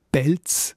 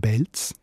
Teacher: Lenisierung von P und T, also dass die starken Plosivlaute ganz weich werden · Shown in: second take · Also ein Pelz ist in der Region Basel ein Belz.